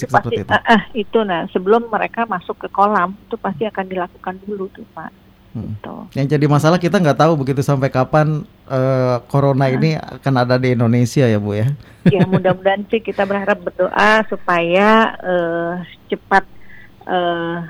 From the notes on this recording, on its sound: (by Phone)